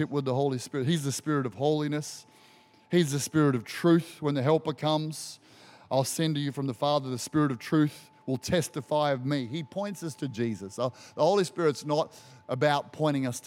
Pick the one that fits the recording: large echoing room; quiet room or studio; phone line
large echoing room